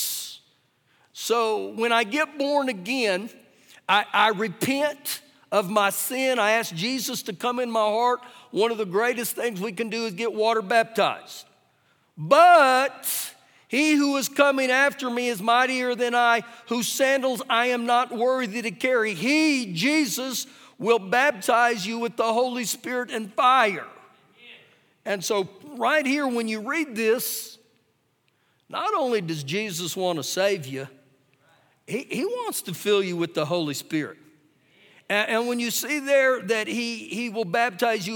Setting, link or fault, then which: setting, large echoing room